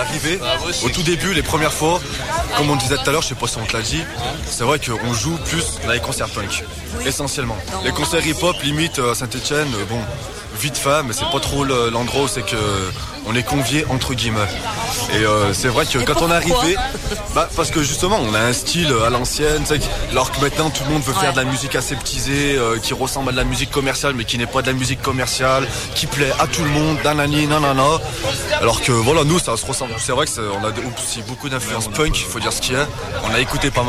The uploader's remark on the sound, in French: Reportage du festival la curieuse. Festival en soutien à Radiodio_2011.